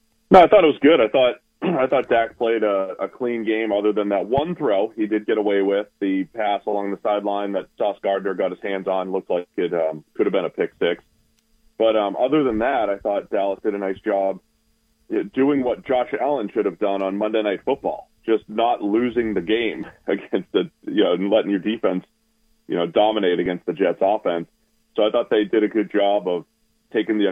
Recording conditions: phone line